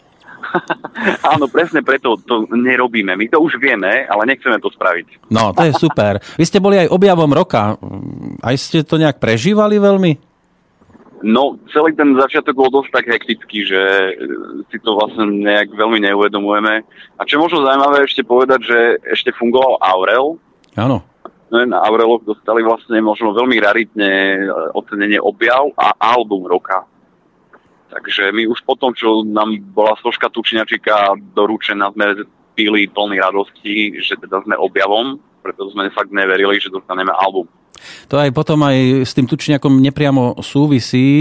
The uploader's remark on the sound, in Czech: telefonický rozhovor